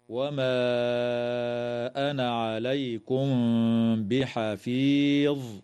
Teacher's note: تخفى الميم الساكنة عند الباء مع الغنة